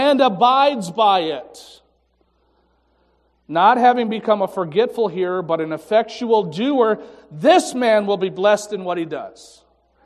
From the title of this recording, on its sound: Morning Worship (complete service)